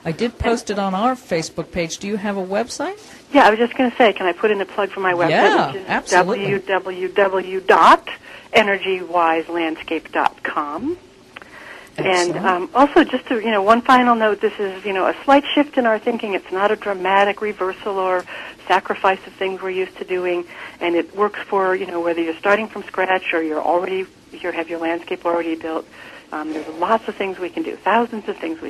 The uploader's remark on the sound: We had a blast greening up the parking lot and the side of the road outside the studio before the show and during our break with a slingshot. Called in from Austin, TX.